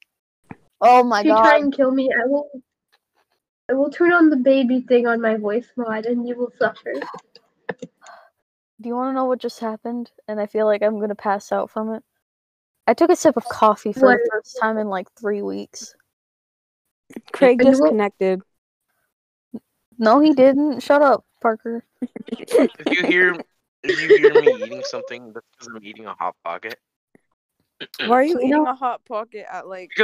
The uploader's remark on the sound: Yes, the audio is shit. That, and we had to redo this sixteen times because the recording bot kept disconnecting itself halfway through the session.